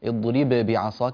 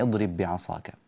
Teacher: ما الذي يترتب على هذا الإدغام؟ عدم قلقلة الباء الأولى · Shown in: second take · لا نعود نقول اضرب بعصاك، لا نفعل هذا، وإنما اضرب بعصاك.